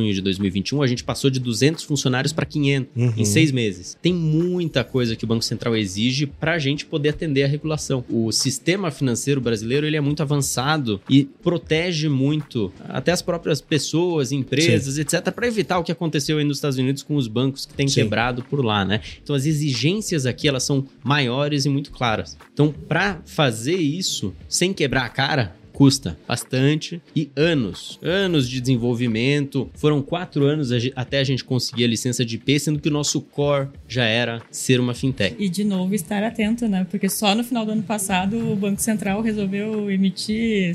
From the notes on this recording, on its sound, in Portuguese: gravado durante a Gramado Summit